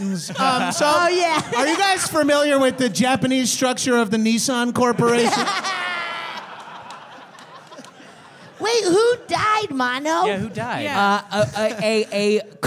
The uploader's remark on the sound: It is our fourth year in a row, recorded live at UCB Sunset.